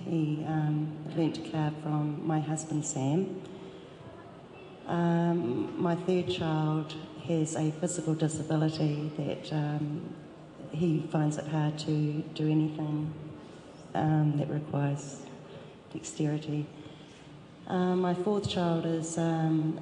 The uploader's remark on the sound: during a panel discussion at Call of Taranaki: Reo Karanga o Taranaki exhibition at Puke Ariki Museum.